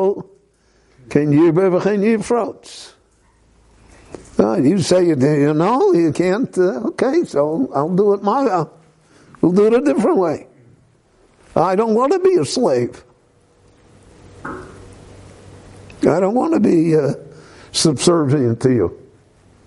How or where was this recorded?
live audience